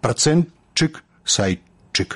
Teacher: гук «т» павінен зліцца з наступным «ш» у гук «ч»